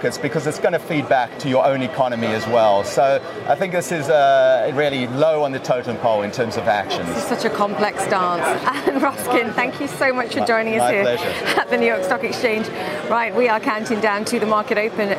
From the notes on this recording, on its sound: is live at the New York Stock Exchange